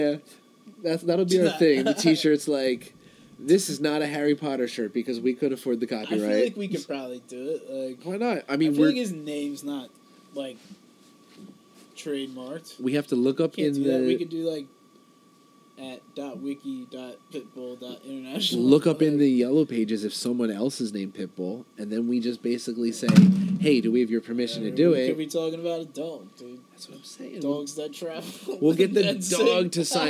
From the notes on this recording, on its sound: Join us for our first highpodthesis as we sit outside and discuss what this podcast is.